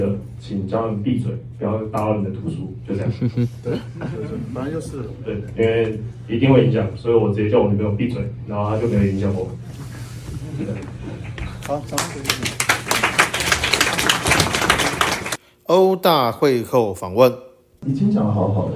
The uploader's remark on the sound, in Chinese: 課堂現場錄音 音質不佳 還請包涵